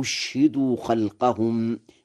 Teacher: بهمزتين، الأولى مفتوحة والثانية مضمومة مسهلة وإسكان الشين